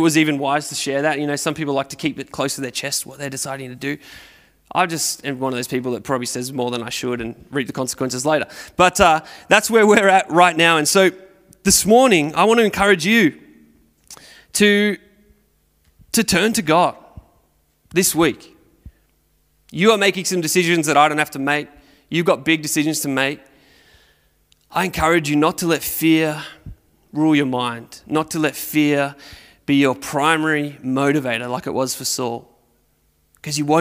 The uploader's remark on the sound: Recorded at Restore Church on September 12th, 2021